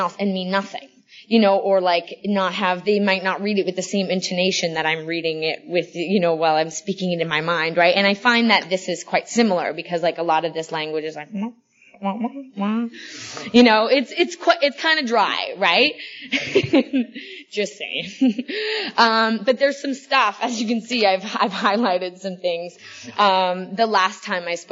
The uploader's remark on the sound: This is a multiple speaker panel from 2011 at the 53rd ICYPAA.